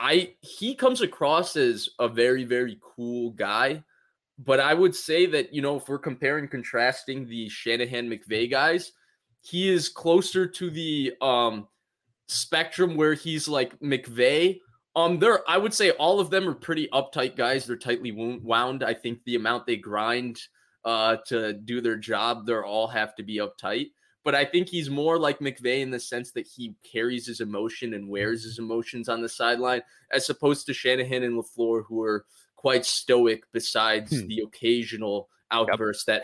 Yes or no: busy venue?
no